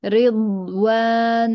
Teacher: الواو مع الألف مرققة